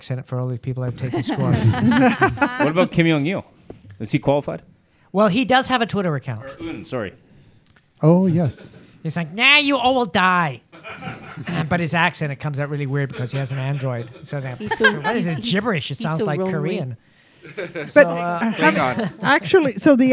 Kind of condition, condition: setting, live audience